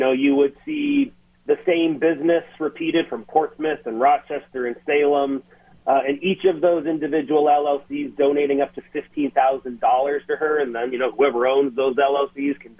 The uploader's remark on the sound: the Democratic Strategist called into GMNH